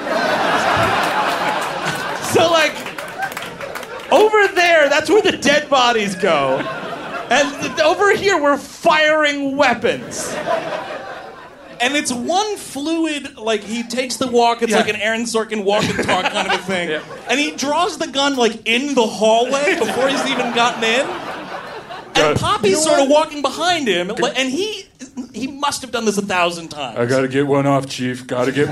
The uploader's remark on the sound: Recorded live at The Creative Alliance in Baltimore, MD. On the final Summer Vacation Live of 2018.